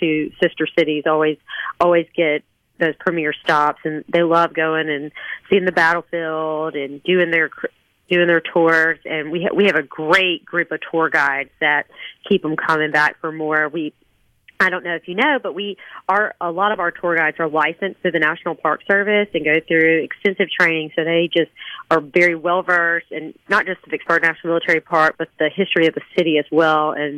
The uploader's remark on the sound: joins the conversation by phone